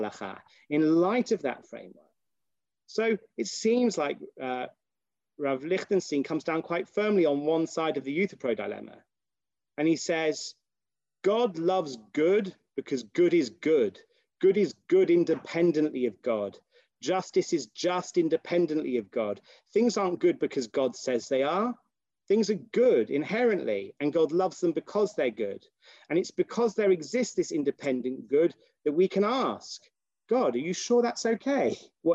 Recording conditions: video call